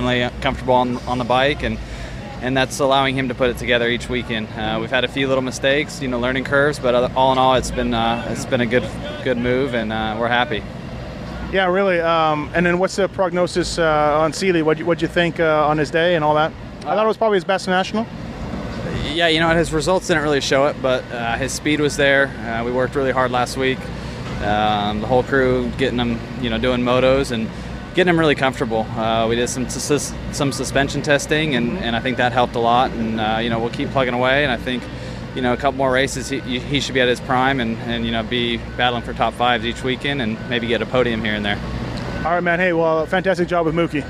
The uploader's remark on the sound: Budds Creek 2013 Post-Race Interviews.